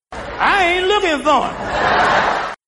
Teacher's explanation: Note that he does not stress the pronoun him, but he does stress the word ain't.